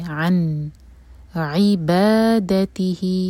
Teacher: پر سکون یعنی کہ ہم نے یہاں پر اظہار کرنا ہے نون کی آواز کو ہولڈ نہیں کریں گے اور نون کو ٹھیک سے ٹچ کریں گے